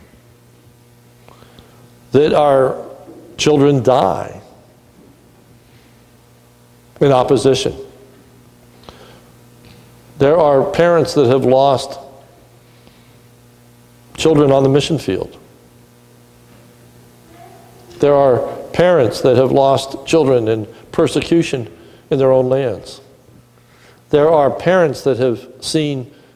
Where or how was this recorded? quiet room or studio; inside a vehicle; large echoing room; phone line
large echoing room